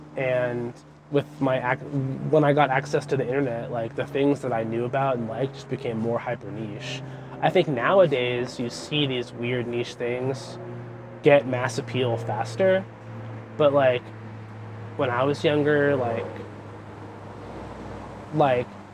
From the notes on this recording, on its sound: Recorded on the street in Somerville.